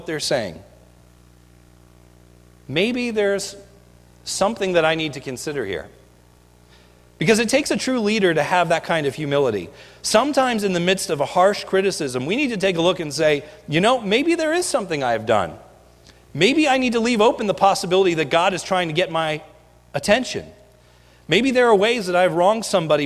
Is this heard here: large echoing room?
yes